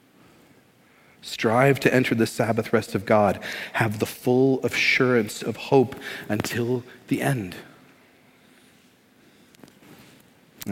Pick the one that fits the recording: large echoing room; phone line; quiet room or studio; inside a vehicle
large echoing room